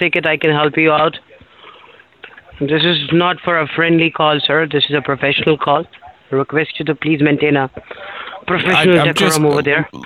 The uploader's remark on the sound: one-on-one with working professionals via the telephone